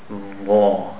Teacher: The vaw is pronounced from the tip of the tongue. Vaw. It's the teeth on the tip of the tongue.